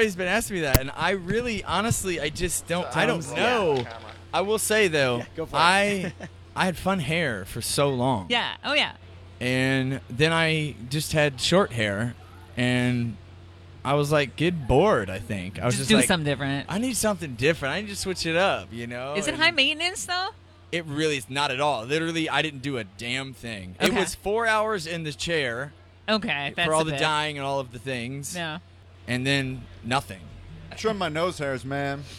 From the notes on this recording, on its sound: The Mix is live backstage at Lollapalooza 2023! Dropped by the Mix tent backstage.